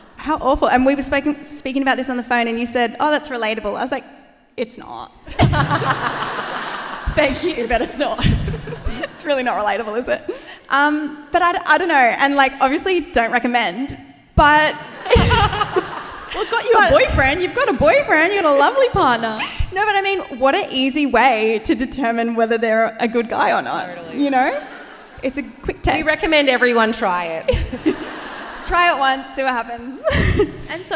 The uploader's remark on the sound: The cut down interviews from our LIVE SHOW!